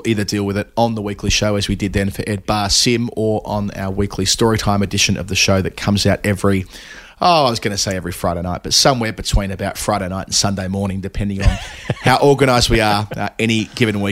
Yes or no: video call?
no